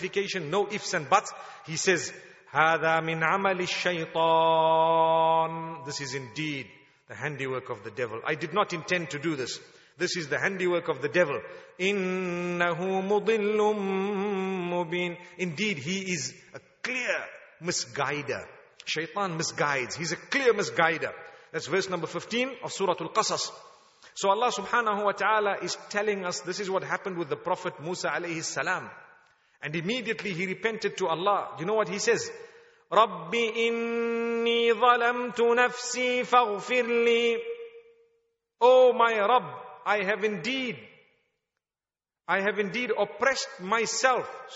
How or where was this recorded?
large echoing room